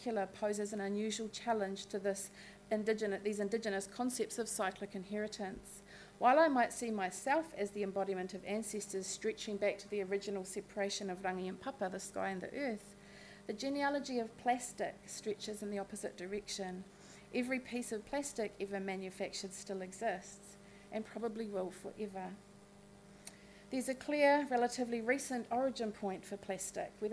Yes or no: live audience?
yes